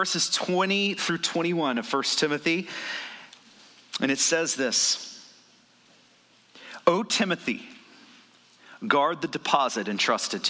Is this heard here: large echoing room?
yes